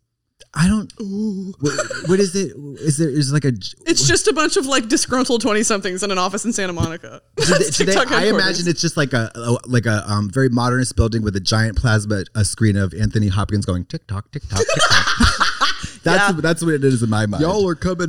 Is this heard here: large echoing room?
no